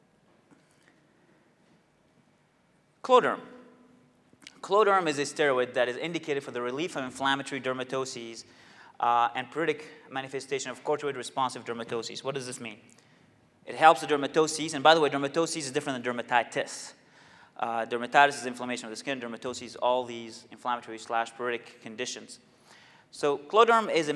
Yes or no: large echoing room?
yes